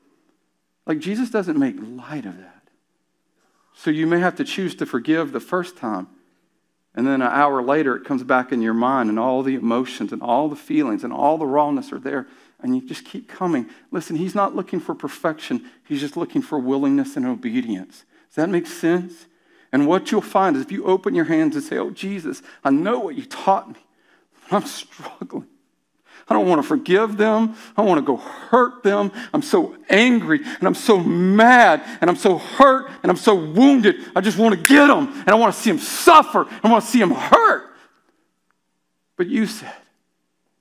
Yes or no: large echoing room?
yes